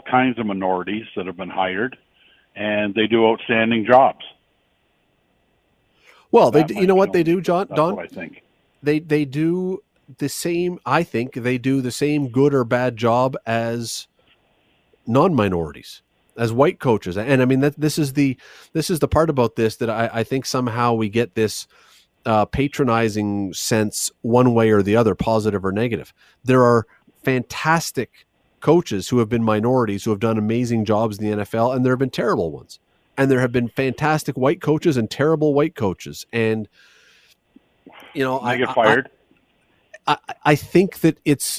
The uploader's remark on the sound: opens the phone lines to find out yours